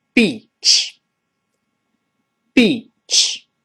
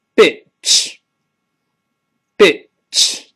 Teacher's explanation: 长音“一”，这个口型很小，就像我们数数“一”，拉长 · Shown in: first take · ，呃，像个细线一样那把咱拉长。我们读一下沙滩这个字。beach。beach。啊，好。我们再读一下这个母狗这个词。bitch。bitch。哎，听出明显不一样。那再比如说，我们说绵羊 S H E EP，这是长音 E，读起来。sheep。sheep。哎，我们再读一下轮船。Ace, uh, S H I P 的老师读起来。Ship. Ship.哎，绵羊是 sheep，轮船是 ship，哎，不一样。那我们再比如说那个，呃，咱们说一个床单儿那个词吧。S